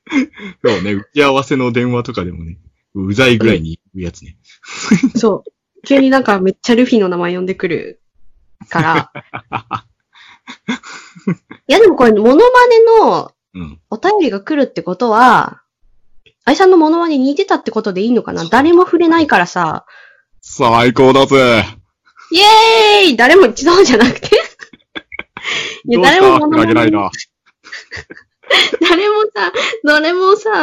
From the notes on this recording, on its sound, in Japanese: Skype録音にて収録